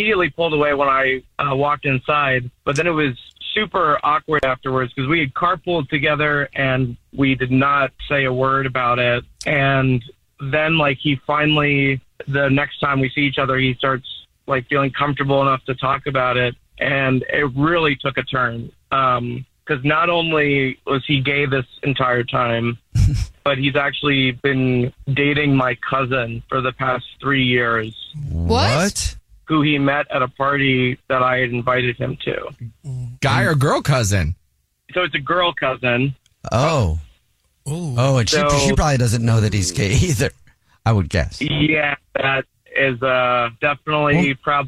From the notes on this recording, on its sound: We have a listener on the phone